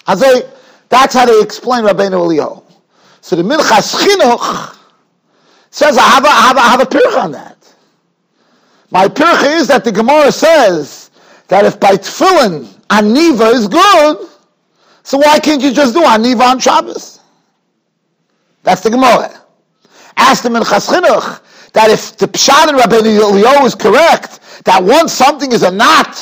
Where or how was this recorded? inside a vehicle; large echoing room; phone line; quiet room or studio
large echoing room